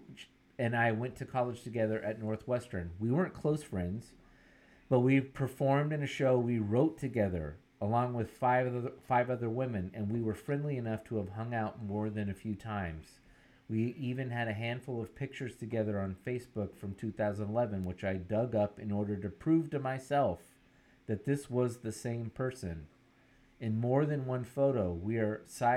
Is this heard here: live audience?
no